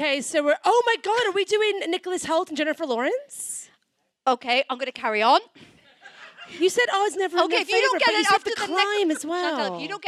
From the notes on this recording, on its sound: Gave the world what it wanted with a live show at the London Podcast Festival! Stepped out in front of the lights - and a baying crowd.